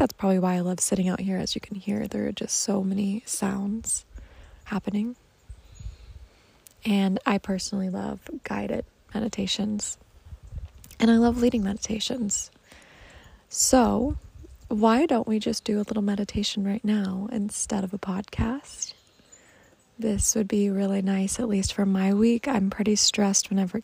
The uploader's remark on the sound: Join me on my deck for a little morning meditation. There are birds chirping, some wind, and noises.